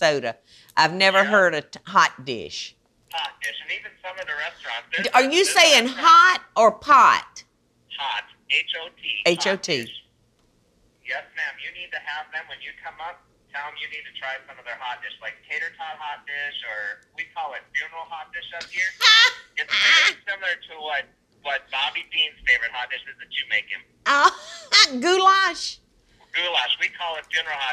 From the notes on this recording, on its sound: Phone Calls with Fans! Takes phone calls and has a great time with her fans!